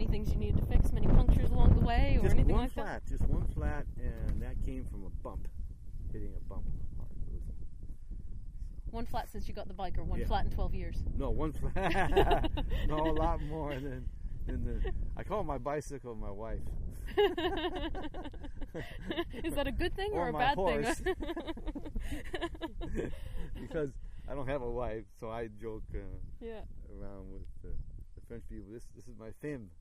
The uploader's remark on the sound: Presenting our third bicycle show, recorded high on a hilltop in France, between Montbeliard and Besancon, overlooking the Doubs river.